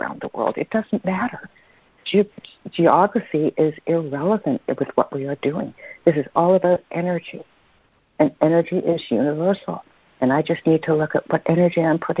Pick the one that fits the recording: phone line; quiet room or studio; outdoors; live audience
phone line